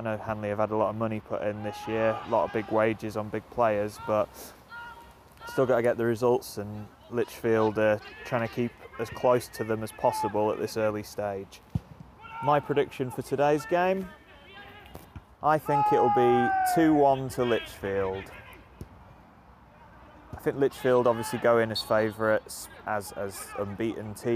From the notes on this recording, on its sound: Live football is back folks. In this first ever live recording he heads over to Kings Park, his 212th football ground. Stone Old Alleynians versus Lichfield City is a perfect Staffordshire derby.